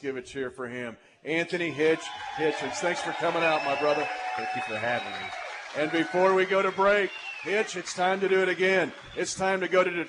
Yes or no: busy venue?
yes